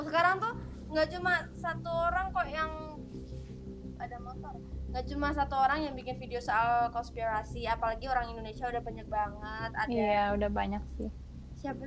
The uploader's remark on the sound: I am so sorry for the dramatic backsound bcs i have no idea since i just want to publish this podcast as soon as possible.